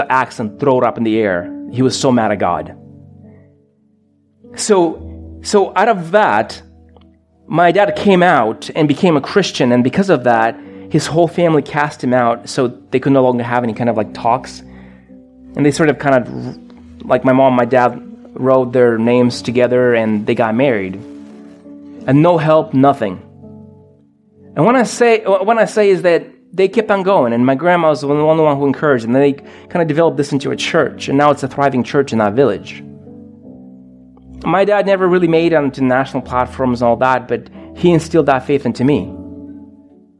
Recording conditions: large echoing room